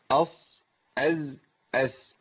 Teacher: الثلاث حروف دول بيخرجوا من مخرج واحد، وهو طرف اللسان مع ما بين اطراف الثنايا العليا والسفلى، اقرب للسفلى · Term: الصفير